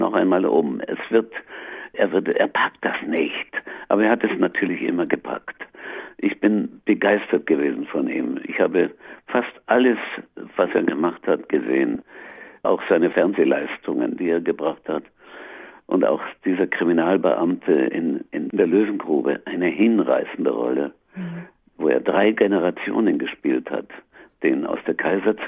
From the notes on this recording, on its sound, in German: Am Telefon in Berlin.